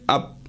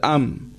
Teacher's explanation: the echo on the Ba will differentiate the Ba from the Mim